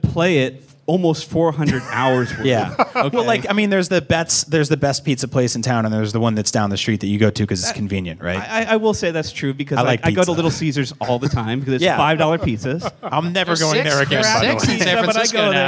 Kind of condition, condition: setting, live audience